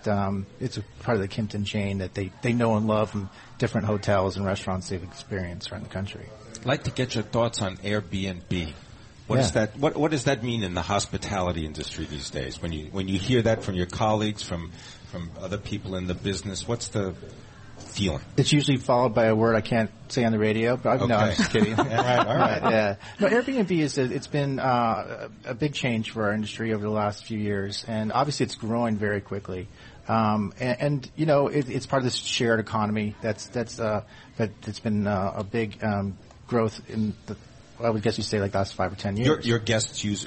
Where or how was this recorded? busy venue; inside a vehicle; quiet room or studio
busy venue